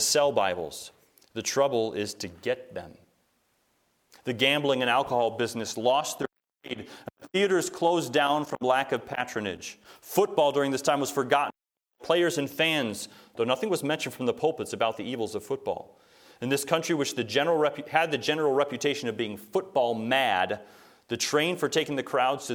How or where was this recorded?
large echoing room